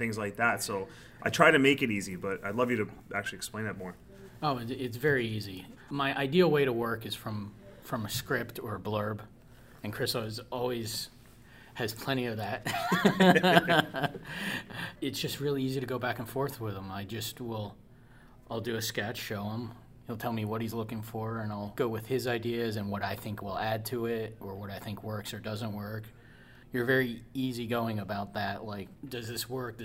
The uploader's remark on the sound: at PhilCon 2022 for a live interview